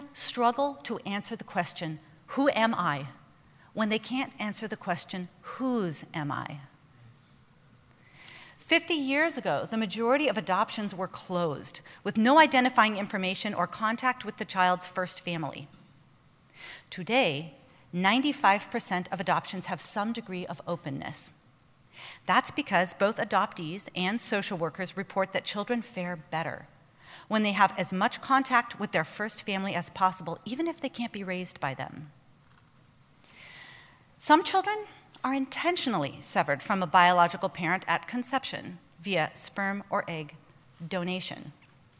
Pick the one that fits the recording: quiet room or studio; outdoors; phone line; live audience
live audience